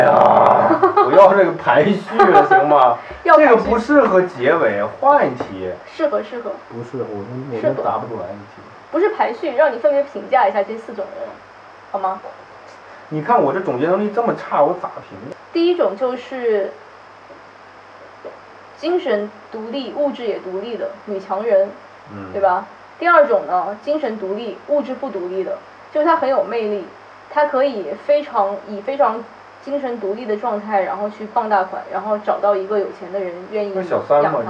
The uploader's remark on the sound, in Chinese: 这期音质太差，没办法加背景音乐，凑合听吧